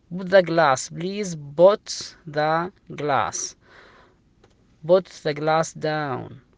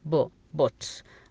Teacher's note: حالات شاذة تكتب اليو وتنطق بالضمة اليو، مثل كلمة بوت، بوت ذا جلاس بليز، بوت ذا جلاس، بوت ذا جلاس داون، بوت تنطق ب بعدها يو، تنطق بحرف الضمة كأننا حنا ضمينا حرف البي، بو بوت.